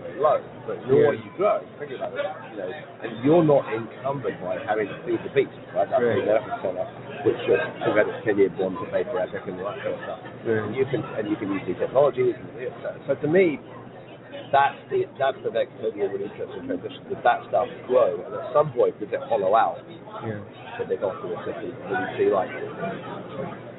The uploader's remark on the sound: Live From #HiMSS 2016: Day Three